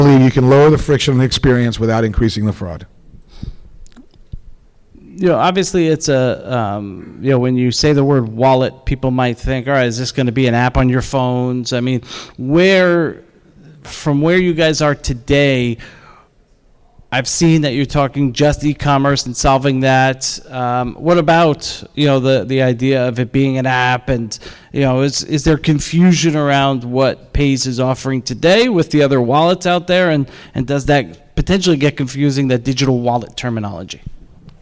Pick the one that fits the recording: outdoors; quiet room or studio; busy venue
busy venue